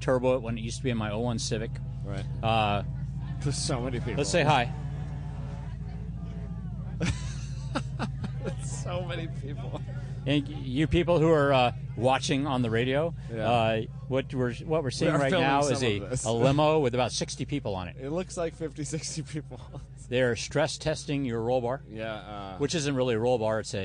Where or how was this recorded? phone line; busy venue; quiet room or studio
busy venue